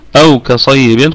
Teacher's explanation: والواو حرف لين أو لأنه ساكن وقبله مفتوح، وليس حرف مد